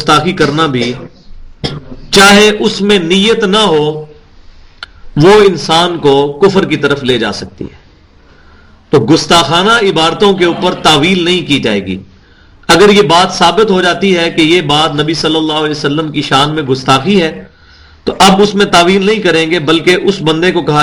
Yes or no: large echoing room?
yes